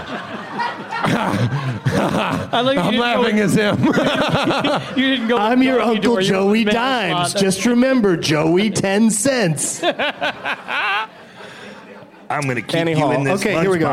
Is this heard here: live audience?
yes